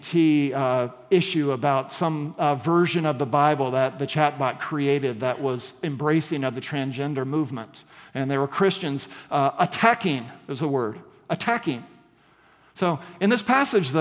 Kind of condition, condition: setting, large echoing room